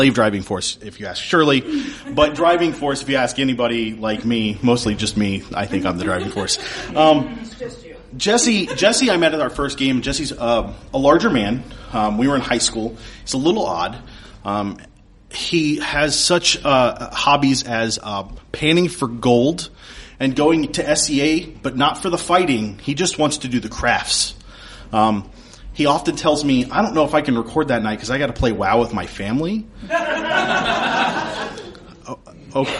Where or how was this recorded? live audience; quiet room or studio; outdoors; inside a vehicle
live audience